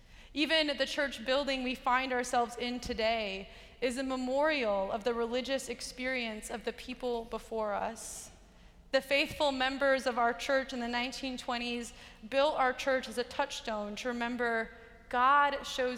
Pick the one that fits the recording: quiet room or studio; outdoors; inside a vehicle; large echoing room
large echoing room